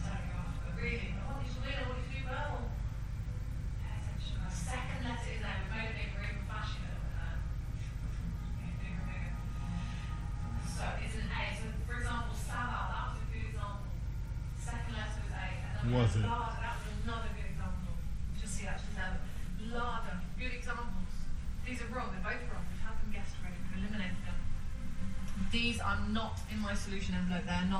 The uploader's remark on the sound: Live from MMPR18 Late nite trivia.